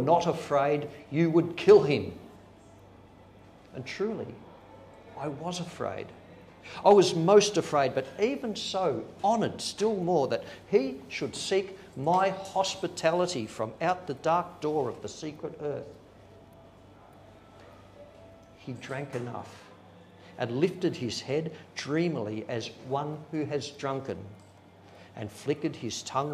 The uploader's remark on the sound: Today’s show is a recording of a live reading. Cherry Poets in Cremorne.